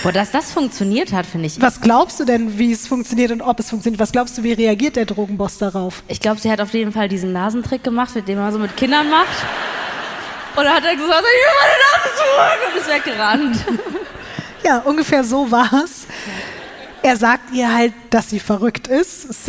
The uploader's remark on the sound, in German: LIVE in München